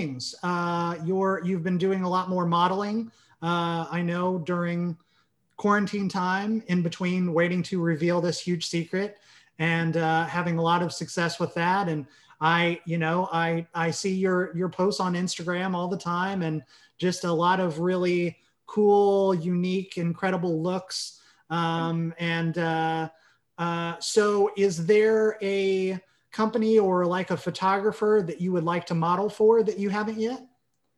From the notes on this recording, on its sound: Recorded via Zoom